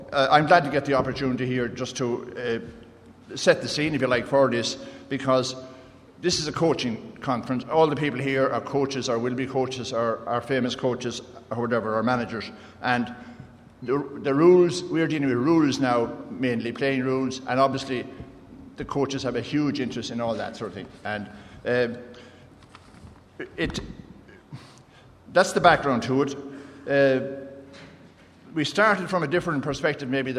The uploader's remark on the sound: The Panel at the GAA Games Development Conference